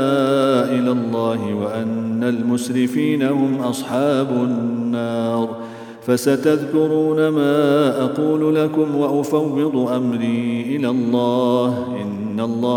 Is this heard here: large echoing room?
yes